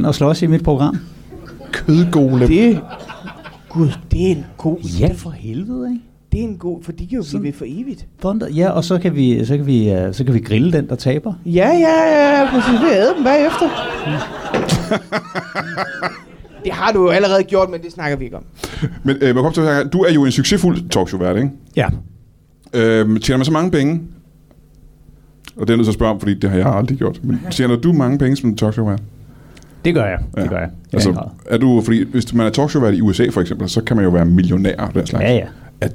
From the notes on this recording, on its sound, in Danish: LIVE fra 27b i Kolding. Optaget live på alletiders 27b i Kolding foran et levende publikum.